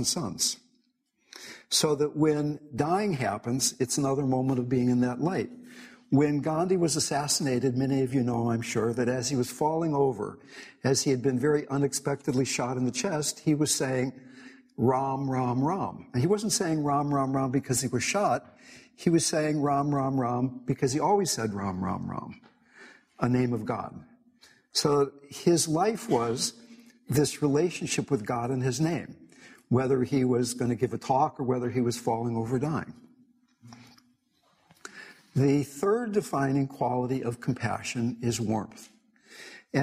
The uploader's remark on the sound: In this talk, given at the Symington Cancer Conference.